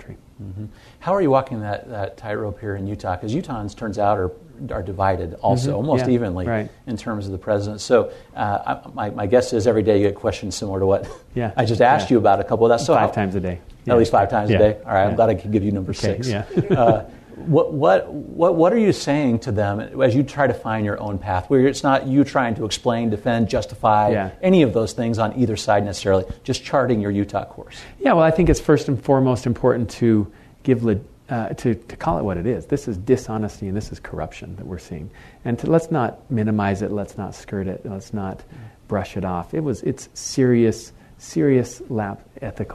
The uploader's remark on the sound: This episode is part two of a WashingTown live event.